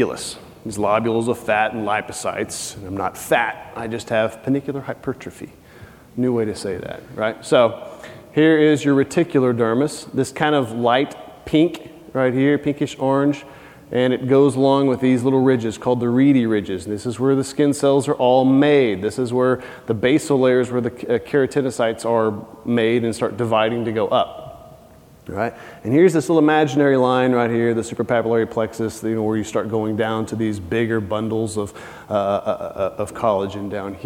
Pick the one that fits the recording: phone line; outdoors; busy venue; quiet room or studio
busy venue